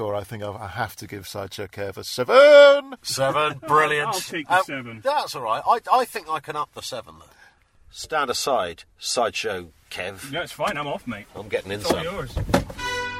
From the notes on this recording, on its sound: ROAD TRIP!! In what must be a UK first, this week's show is recorded from inside a car, as the lads venture North to go off-road driving!